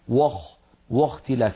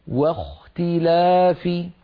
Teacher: فننبه على كلمة واختلاف في الآية 64 بعد 100، الآية الأولى التي قرأناها، واختلاف، لابد من أن ننطق الواو مرققة، فلا نقول وخ واختلاف، بل نرقق الواو ونفخم الخاء · Shown in: second take · هكذا واختلاف.